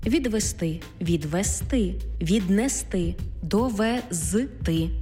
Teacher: Більшість дієслів в неозначеній формі має наголос на останньому складі.